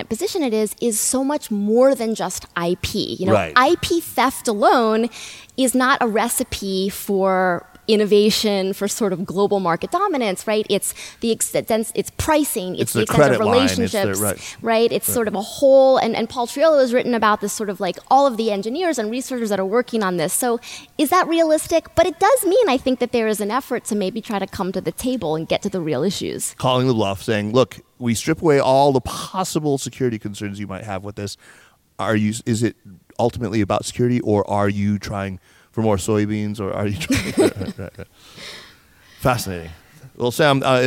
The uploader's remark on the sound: This episode was recorded live at the Columbia China and the World Forum 2019. At Columbia University.